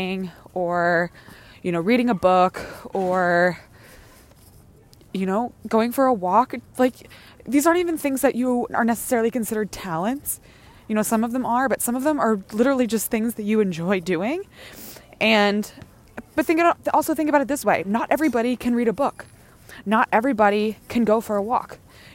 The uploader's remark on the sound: Join me on a Wellness Walk-n-Talk for today’s show! Recorded outside, on a walk, you’ll be getting a full sensory experience of being on a stroll with me in NYC— birds, breeze, sirens and construction noise and all.